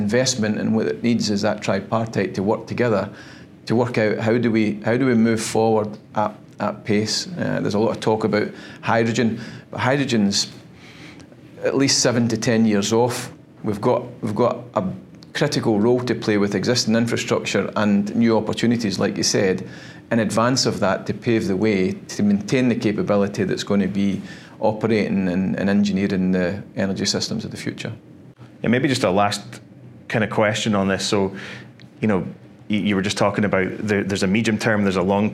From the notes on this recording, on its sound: Reflections from CERAWeek 2023. Recorded live at CERAWeek.